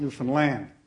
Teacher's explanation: You've got to put the emphasis on the last syllable there.